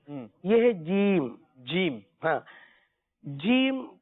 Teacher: یہ حرف جو ہے زبان کے درمیان سے، ٹھیک، اور تالو کے درمیان سے ادا ہوتا ہے